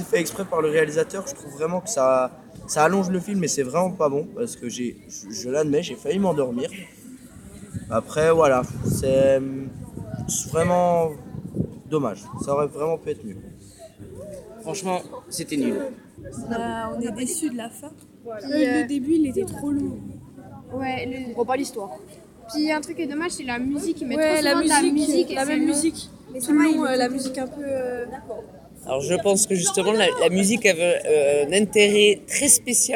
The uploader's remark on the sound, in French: En direct de Cannes !